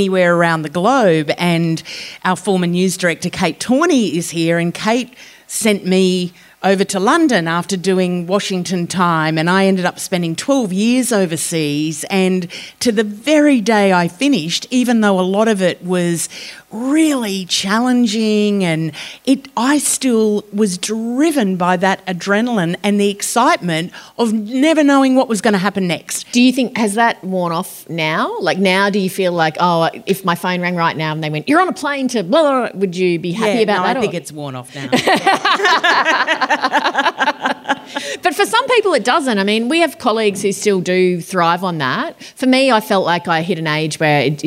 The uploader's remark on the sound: Over an intimate dinner at award-winning winery Montalto. This event was recorded on Friday 6 October 2023 AT Montalto as part of Spring Fling.